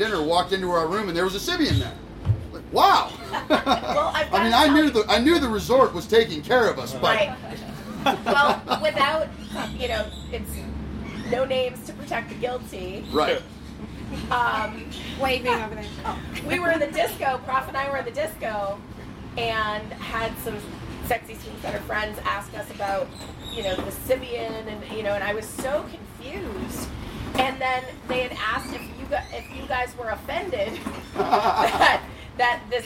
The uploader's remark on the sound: Thirty Naked People And A Microphone. This discussion-group style episode was recorded live on our last full day at the resort.